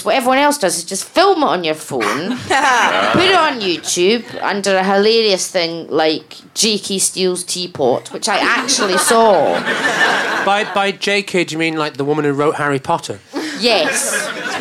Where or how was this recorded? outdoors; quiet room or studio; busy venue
busy venue